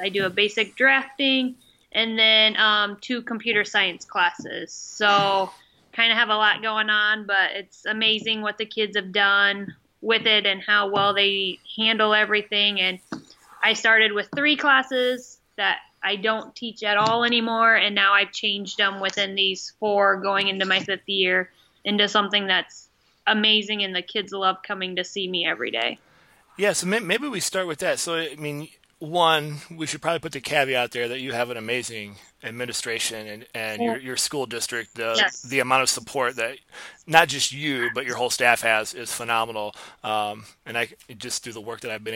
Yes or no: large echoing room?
no